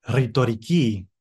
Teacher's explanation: in Greek we roll the R a little bit